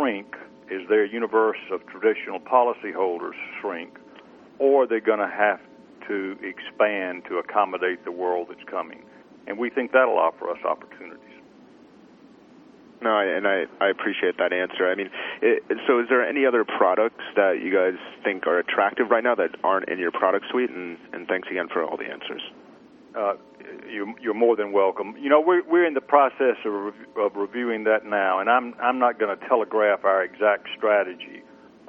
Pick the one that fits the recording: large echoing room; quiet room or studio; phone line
phone line